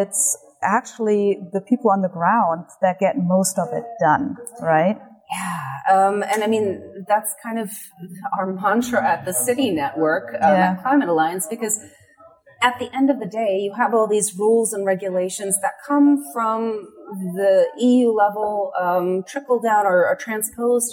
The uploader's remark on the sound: recorded at the 26th International Passive House Conference